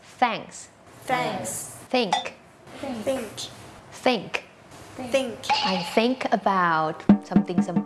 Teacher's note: เสียงแรกค่ะเป็นเสียงแบบ unvoicedคือออกมาแค่ลมเราเอาลิ้นเนี่ยมาวางตรงกลางระหว่างฟันบนกับฟันล่าง